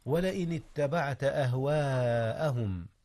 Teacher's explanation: مد الألف متصلا حيث وقعت قبل الهمزة في كلمة واحدة · Term: المد المتصل